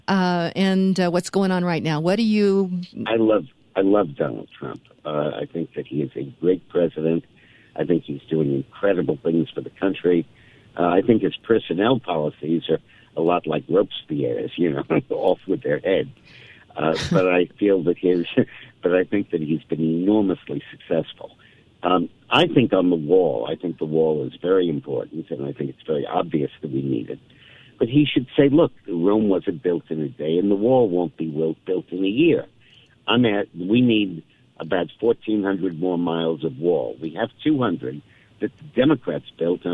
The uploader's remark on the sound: joins the show by phone.